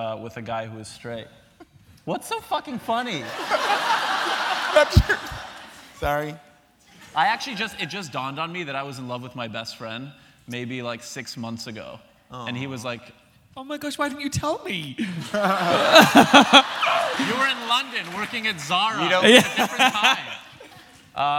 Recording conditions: live audience